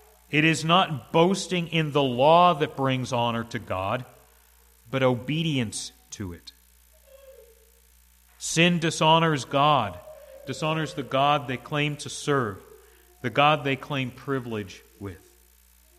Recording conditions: large echoing room